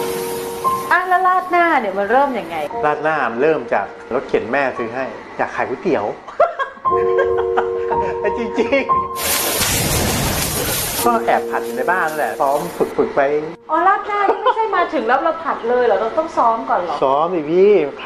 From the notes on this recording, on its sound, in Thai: เป็น 1 ใน 3 คอร์สออนไลน์ (ผ่านโปรแกรม Zoom)